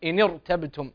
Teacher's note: فأنت قرأتها بالترقيق وحقها أن تفخم إن ارتبتم